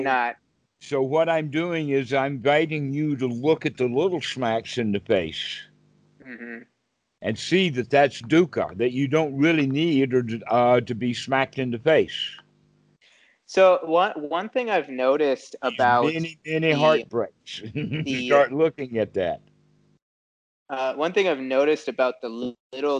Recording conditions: video call